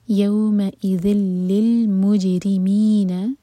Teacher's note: light حمزہ پر cut off sound یوم ای ذل یہ ذال ذال کے لیے ہمارے زبان جو ہے اوپر والے دانتوں کو ٹچ کرے گی اور تھوڑی سی ٹپ باہر ہوگی